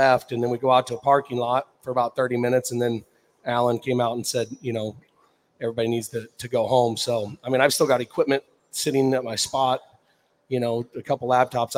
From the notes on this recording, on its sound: RümpChät Live at the 2023 NFR